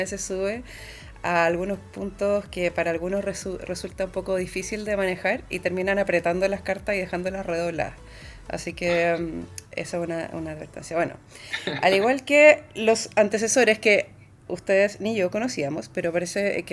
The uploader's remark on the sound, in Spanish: ¡Y esta vez con ruido de la naturaleza de fondo!